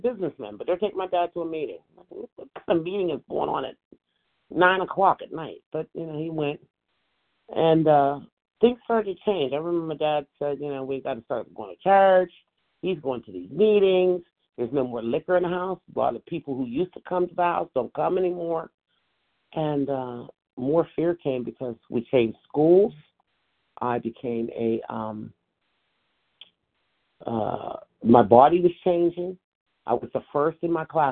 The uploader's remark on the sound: from the 100 Pounders Phone Meeting, 1/17/24